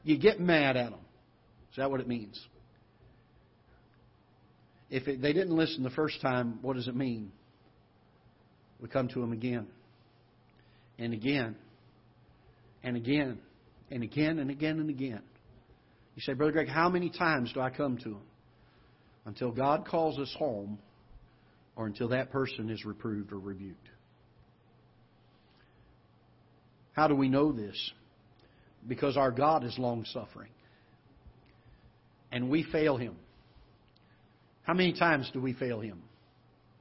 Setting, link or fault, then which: setting, large echoing room